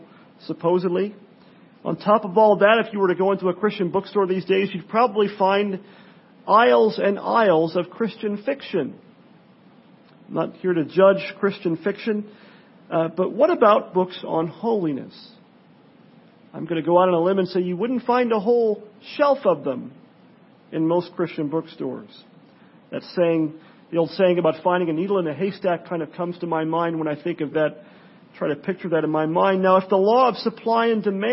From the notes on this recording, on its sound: Sermon preached on Sunday night (1/22/17) at Pilgrim Presbyterian Church, in El Cajon, CA.